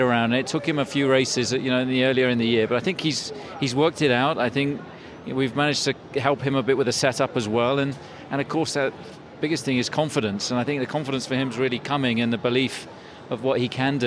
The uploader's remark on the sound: It’s an F1 Nation fiesta, recorded at the Autodromo Hermanos Rodriguez. Crash Red Bull’s post-race party.